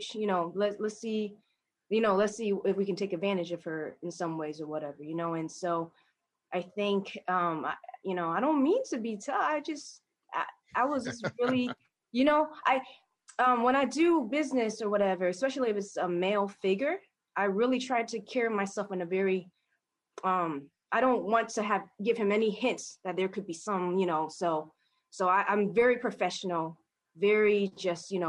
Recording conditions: video call